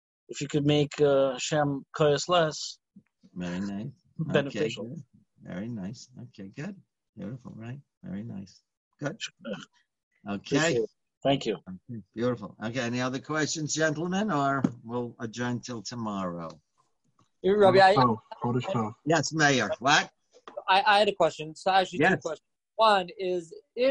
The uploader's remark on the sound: Live On Zoom.